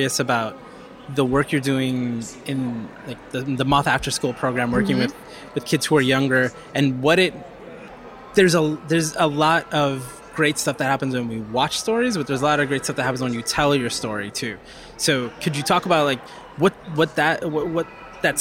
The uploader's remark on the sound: at the School of Visual Arts’ Design for Social Innovation Global Lecture Series